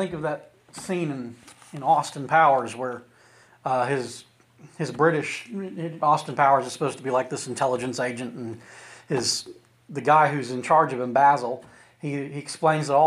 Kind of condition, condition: setting, large echoing room